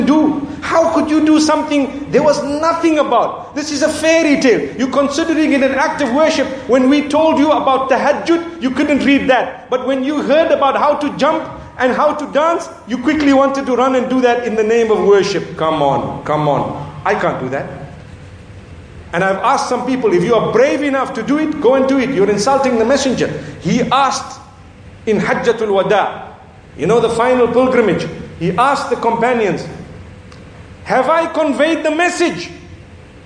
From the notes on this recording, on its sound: Lecture from At The Peak Convention in Hong Kong.